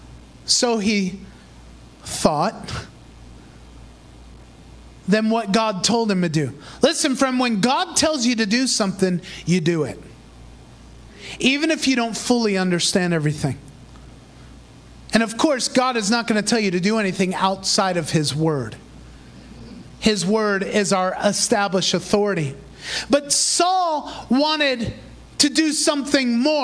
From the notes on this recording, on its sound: Recorded in Praise Revival Center, Davao City, Philippines.